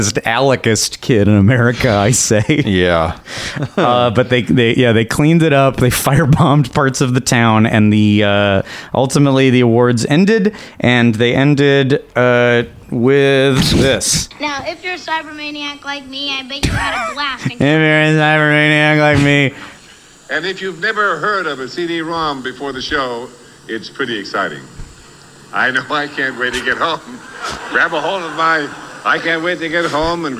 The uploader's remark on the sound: Live from Universal Studios Hollywood!